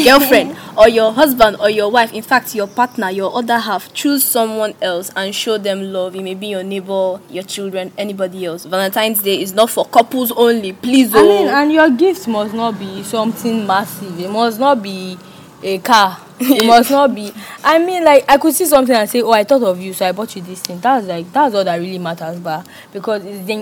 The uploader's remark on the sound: NOTE: This episode was recorded in an open space and not a secluded area, vehicle noises may be heard in the bakground.